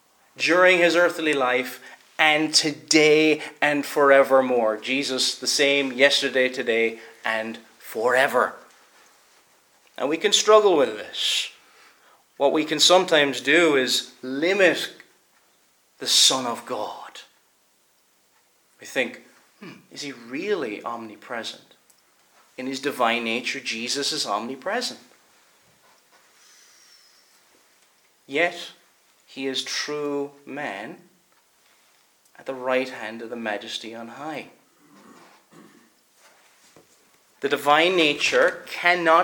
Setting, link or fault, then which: setting, large echoing room